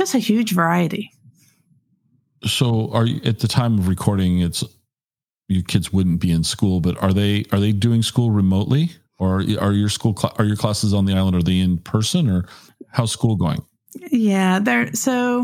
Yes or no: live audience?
no